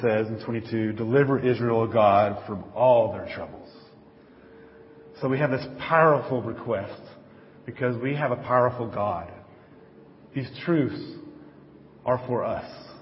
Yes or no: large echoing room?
yes